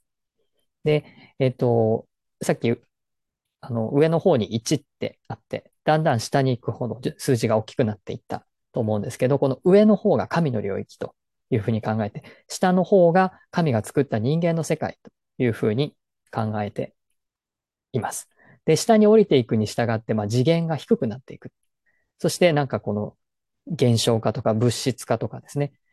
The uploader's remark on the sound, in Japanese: 説明会の内容を音声のみアップしました。本来はZOOMで行ったものなので画像があります。